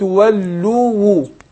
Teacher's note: عايز افصل بينهم عشان اثبت الواوين لان مفيش ادغام